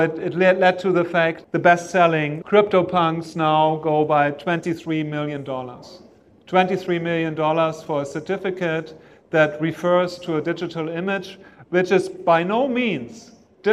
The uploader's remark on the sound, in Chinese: 本期播客是艺仓美术馆的公教对谈现场实录